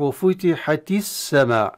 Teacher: السماء، كلمة السماء اللام لام التعريف مثل كلمة الصور أدغمت في السين، فلا وجود للام لأنه أدغمت، والهمزة الوصلية كذلك حذفت، فعندما نقرأ وفتحت السماء في حالة الدر تصبح وفتحت السماء، التاء حركت بالكسر والهمزة حذفت واللام التعريف أدغمت في السين، فهذه الكسرة في التاء التأنيث أتت بسبب التقاء الساكنين، فالكسرة ليست أصلية، الكسرة ليست أصلية.